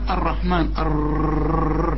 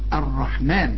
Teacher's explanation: هنا ما نقولش الرحمن، في ناس تقول لك الرحمن وتقول لك الرحمن الرر. لا يا سيدي، قولها راء واحده مشدده · Shown in: second take